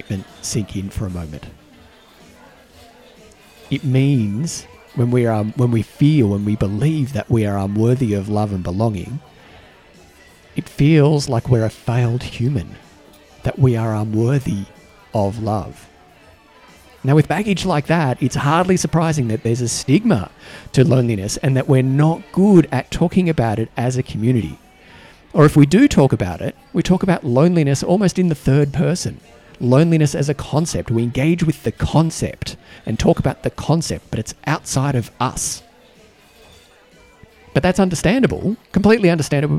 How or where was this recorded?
busy venue